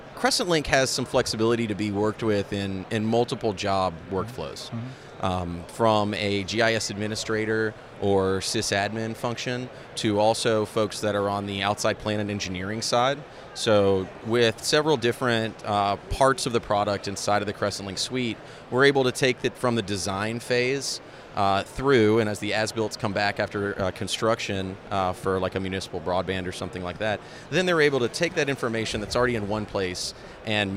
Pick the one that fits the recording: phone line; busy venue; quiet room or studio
busy venue